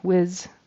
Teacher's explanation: For the word with, he used a Z on the end, whiz. And then goose, it sounded like ghost.